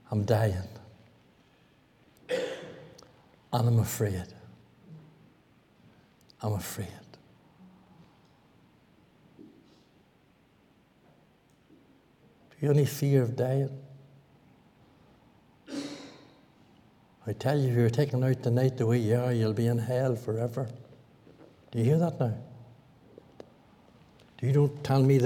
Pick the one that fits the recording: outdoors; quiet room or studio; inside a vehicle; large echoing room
large echoing room